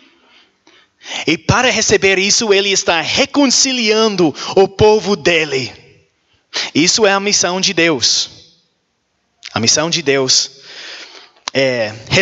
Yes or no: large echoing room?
yes